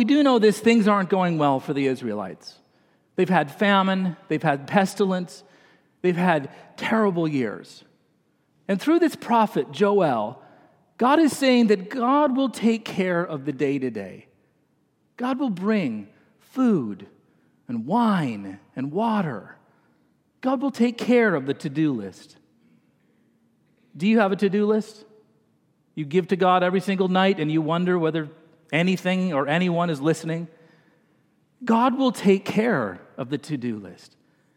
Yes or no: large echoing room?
yes